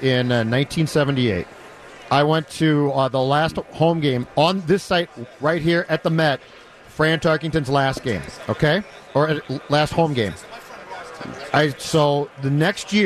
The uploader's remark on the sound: live from Radio Row all week